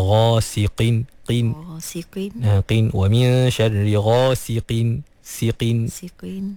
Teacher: Jadi walaupun qaf tu baris bawah, dia duduk di martabat tafkhim yang paling rendah, tapi tak bermakna qaf tu menjadi nipis, sampai bertukar menjadi kaf · Term: huruf qaf